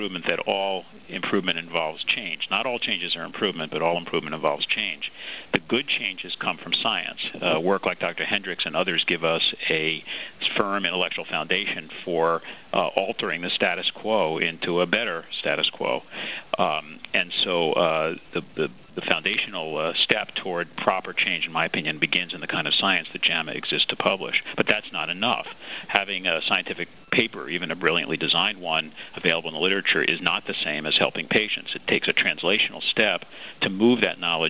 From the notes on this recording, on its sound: March 2005 Author in the Room® Teleconference